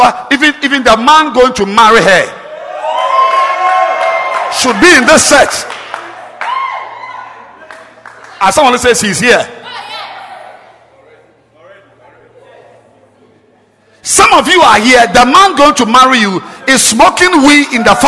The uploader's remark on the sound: Preached at the FIRST WORKS SERVICE, AYENSU RIVER CATHEDRAL